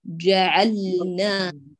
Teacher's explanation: شد الجيم ثم أظهر اللام لام الفعل